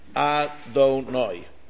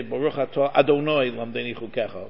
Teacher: Like the Aleph is almost swallowed up, not really swallowed up. · Shown in: second take · You're not allowed to swallow it up. · Term: chatov patach